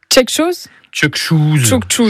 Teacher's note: Vous vous rappelez comment on dit quelque chose? C'est les queues qui deviennent tche · Term: la palatalisation